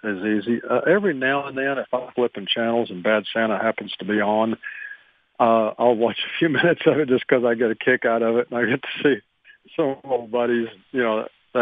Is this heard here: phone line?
yes